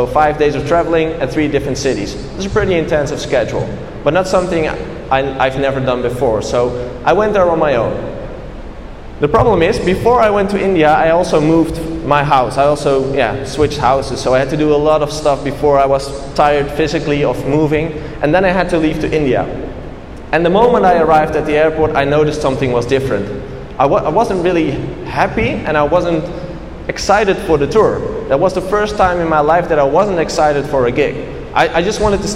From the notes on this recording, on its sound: A Keynote At Wired Music Week In Kuala Lumpur. This is the recording of my first international keynote in Kuala Lumpur.